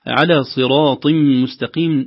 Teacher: نلاحظ ونراعي تفخيم الصاد والطاء في هذه الكلمة، خوفا أن نقول صراط صراط أو صراط